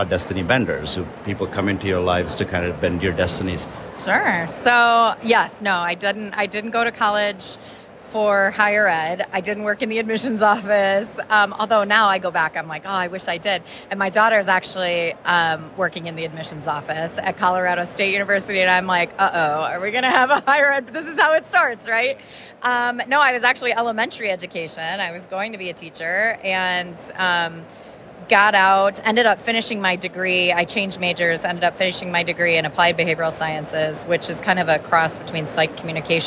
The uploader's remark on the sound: speaks with attendees at the European Association for International Education (EAIE) annual conference in Barcelona!